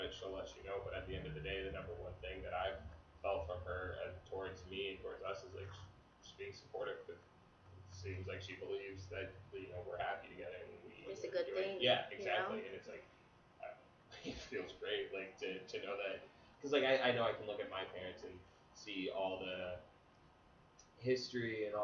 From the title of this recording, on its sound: Audio/Sound Probs - BEWARE